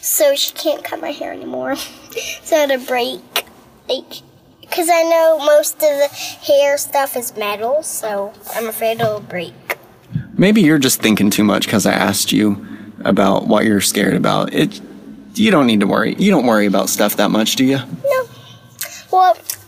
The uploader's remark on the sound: We pulled off the road